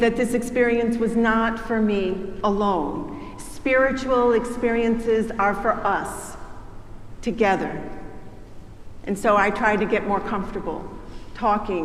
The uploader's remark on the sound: preached at our celebration of Holy Baptism and Holy Eucharist on the Day of Pentecost